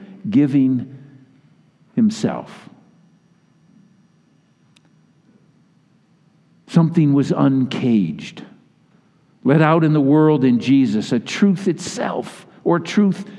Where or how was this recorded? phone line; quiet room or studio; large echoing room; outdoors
large echoing room